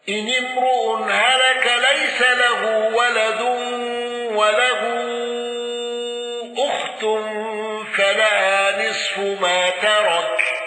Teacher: قالون بتوسط المنفصل واندرج معه من اندرج